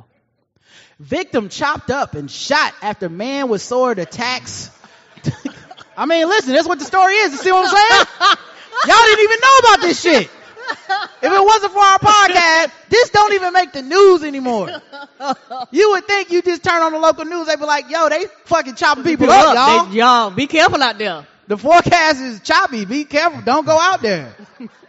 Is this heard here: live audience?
yes